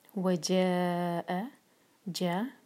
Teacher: چار حرکات، یہ ہے مد متصل جڑا ہوا، حمزہ اسی ورڈ کے اندر ہے